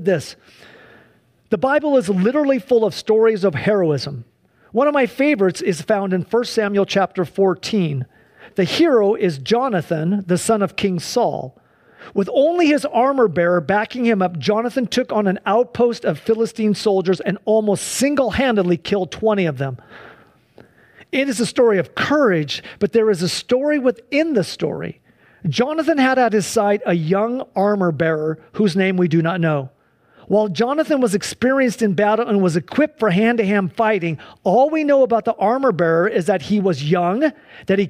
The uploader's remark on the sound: Sunday church service livestream